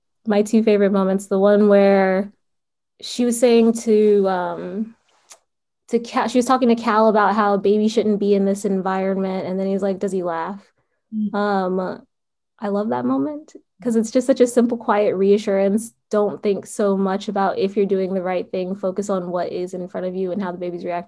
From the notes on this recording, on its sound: a spoiler-filled virtual Q&A